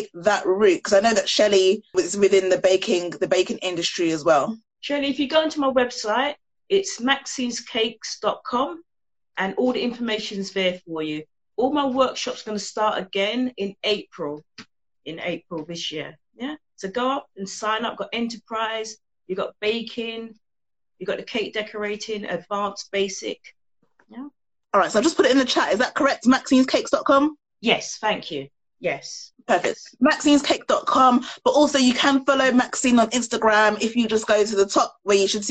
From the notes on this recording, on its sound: This was an Instagram Live conversation now turned podcast episode.